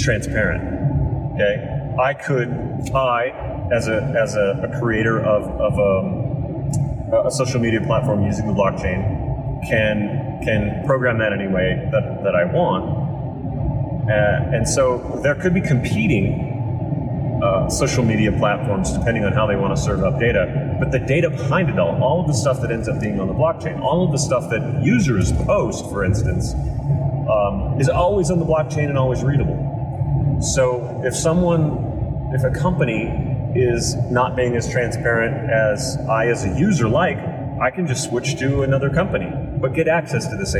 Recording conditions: poor sound quality